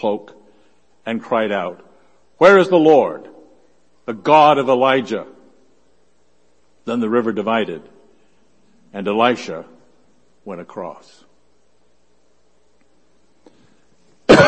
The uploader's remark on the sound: Worship Service.